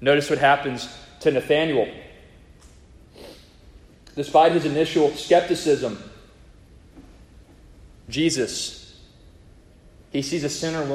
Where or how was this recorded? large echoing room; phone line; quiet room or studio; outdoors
large echoing room